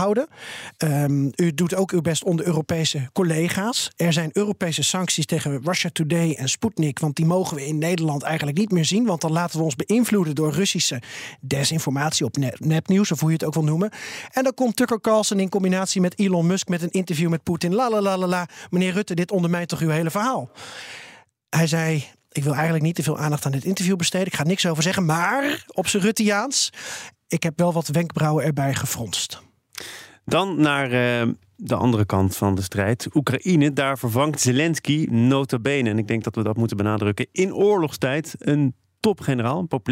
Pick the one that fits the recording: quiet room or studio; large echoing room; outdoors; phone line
quiet room or studio